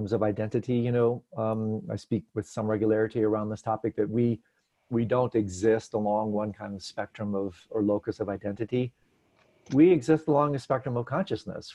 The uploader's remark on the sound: Virtual Hangout